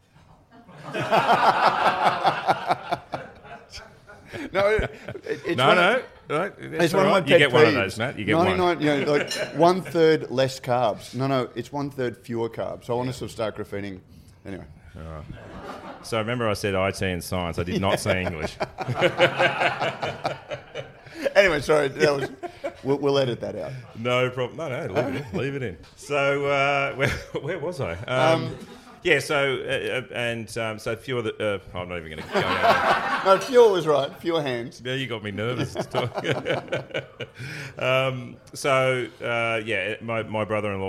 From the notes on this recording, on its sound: Recorded live in front of a studio audience. This conversation took place as part of the first birthday celebrations at Brisbane’s My Beer Dealer, one of Brisbane’s best bottleshops.